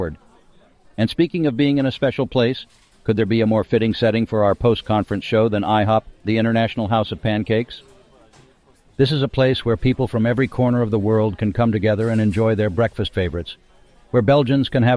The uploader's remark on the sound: A roundtable discussion of the BitBlockBoom 2023 conference direct from IHOP in Pflugerville, TX.